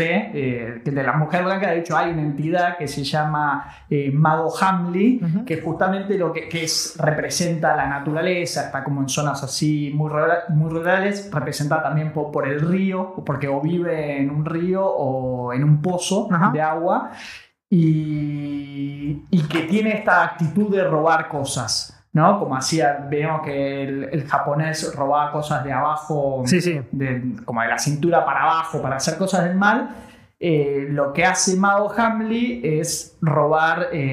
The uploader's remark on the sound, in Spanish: El audio salio con un poco de eco.